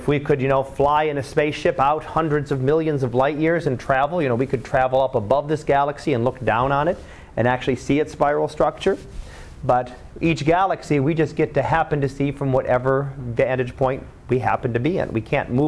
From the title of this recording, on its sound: Live Class Lecture